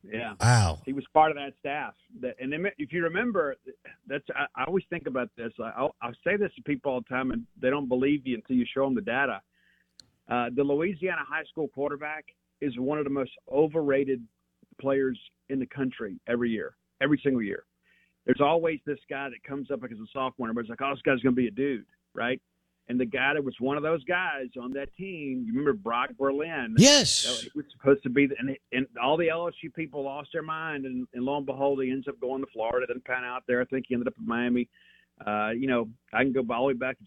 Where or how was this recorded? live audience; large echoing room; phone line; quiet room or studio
phone line